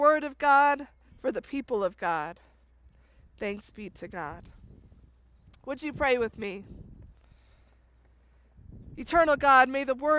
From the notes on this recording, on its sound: This was also a drive-in style Palm Sunday service. Preached outside on a trailer.